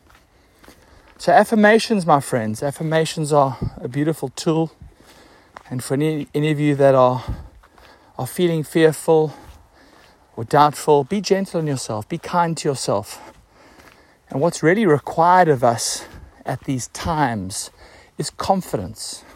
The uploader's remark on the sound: hit the record this morning on my walk